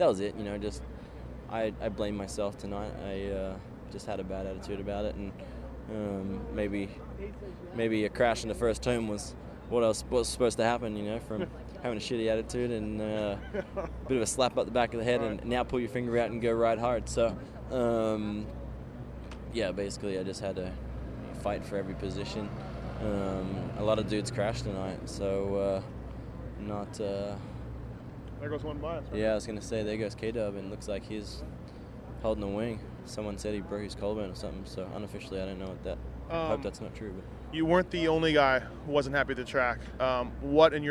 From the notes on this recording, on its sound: Post race interviews from Houston